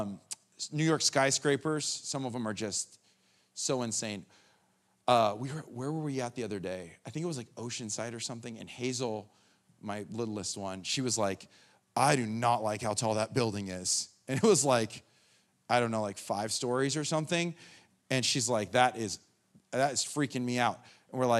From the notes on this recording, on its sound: The Live recording of the 10am Sunday Service at Steadfast Church in Carlsbad, Ca